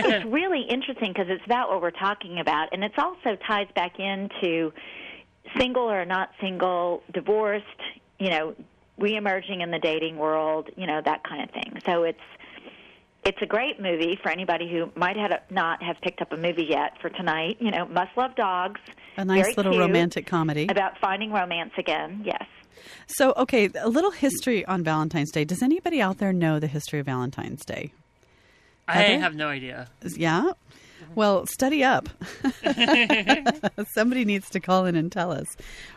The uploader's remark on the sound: call